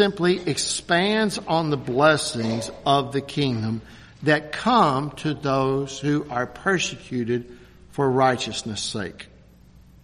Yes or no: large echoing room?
yes